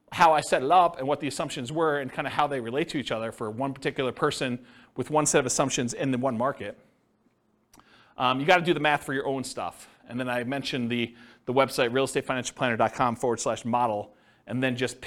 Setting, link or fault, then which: setting, live audience